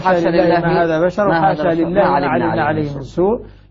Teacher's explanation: في كلا الموضعين أبو عمرو يثبت الألف وصلا